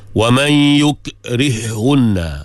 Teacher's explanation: baca dengan satu ha yang bersyaddah · Term: idgham